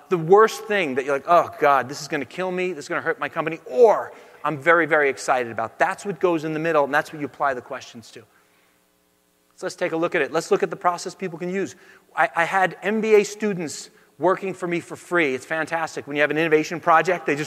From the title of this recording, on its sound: Talk at Autodesk University